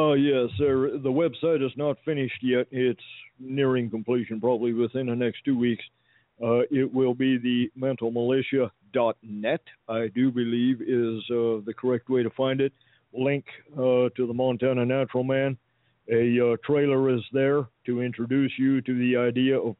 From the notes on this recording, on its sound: Phone calls will be taken!